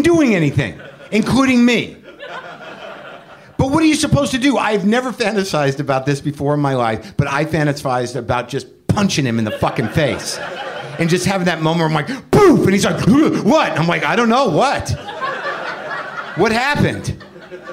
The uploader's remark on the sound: live WTF crowd